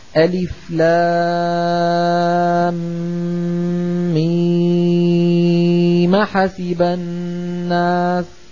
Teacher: سقطت الهمزة ونقلت حركتها إلى الحرف الساكن قبلها